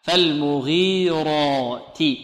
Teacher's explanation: الراء ماذا حكمها هنا؟ تفخيم، لماذا؟ لأنها مفتوحة